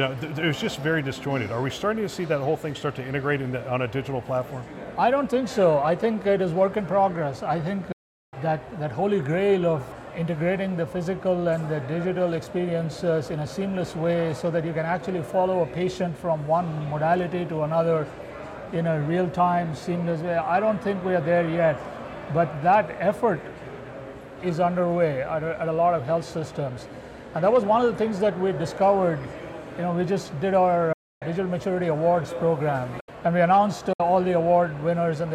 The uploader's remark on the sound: Live from CHIME’s Fall Forum.